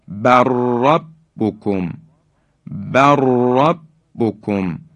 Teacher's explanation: لام ساکن حذف میشه، را در حقیقت مشدد بیان میشه به این شکل، بر ربکم، بر ربکم، لام ساکن در را ادغام میشه.